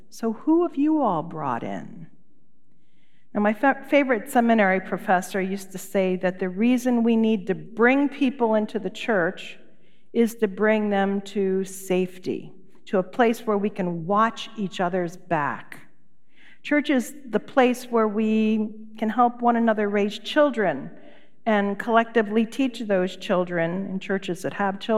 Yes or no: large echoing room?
yes